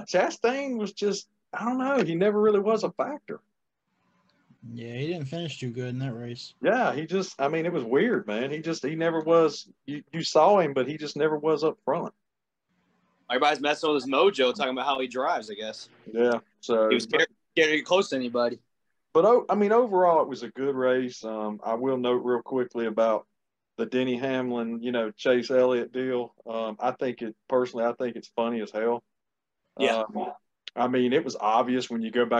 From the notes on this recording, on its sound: What Another Zoom Episode? The boys are have come back with another great zoom episode.